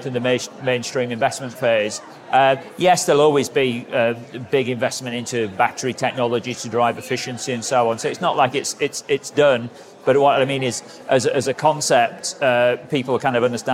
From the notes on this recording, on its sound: Taking listeners behind the scenes at Climate Week NYC. A special on-site recording at the largest annual climate gathering of its kind. This quick-hit episode taps into the buzz on the ground at the event.